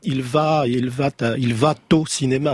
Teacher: C'est une liaison avec un T mal à propos. · Term: un cuir